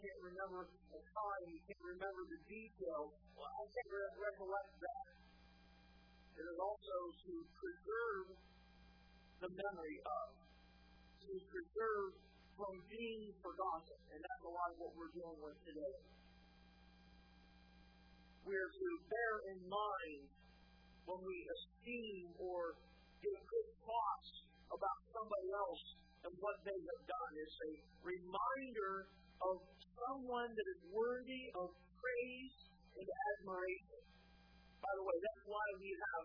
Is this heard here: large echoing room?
yes